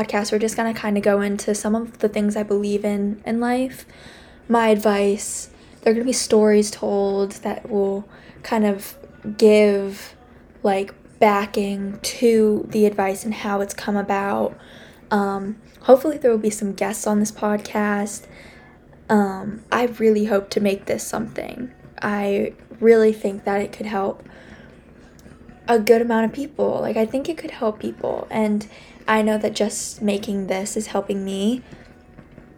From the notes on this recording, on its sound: I'm so sorry about the music in the background